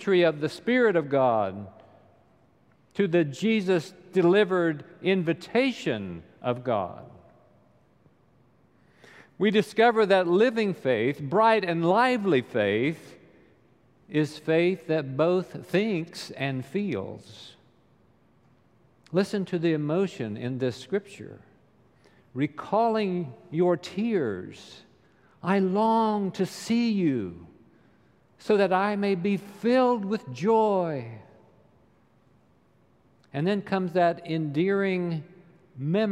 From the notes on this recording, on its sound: Recorded live during the Sunday worship service.